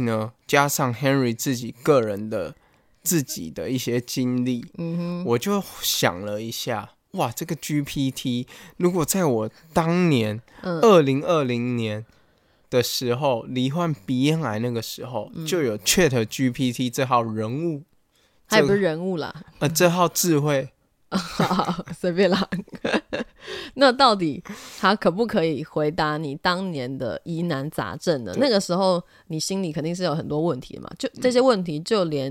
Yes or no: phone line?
no